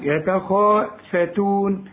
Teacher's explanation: الخا بقى عالية قوي في التفخيم بتاعها